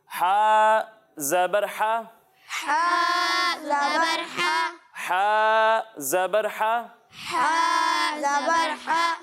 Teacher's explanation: جب ہم عین اور ہا کی ادائیگی کریں گے تو انہیں حلق کے درمیان حصے سے پڑھیں گے